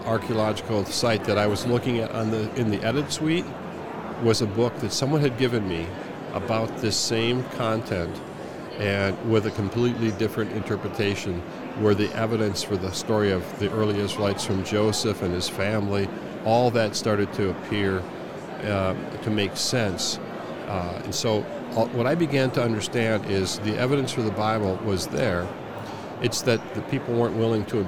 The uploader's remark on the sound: LIVE from NRB 2022!